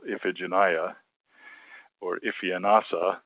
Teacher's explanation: those are 2 5-syllable names which have accents on both the first and fourth syllable